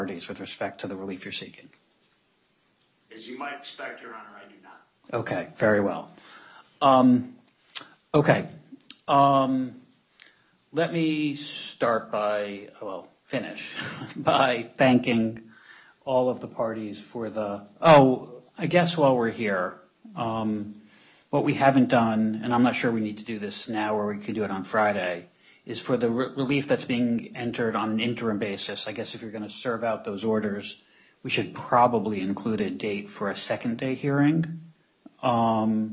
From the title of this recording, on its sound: U.S. bankruptcy court hearing audio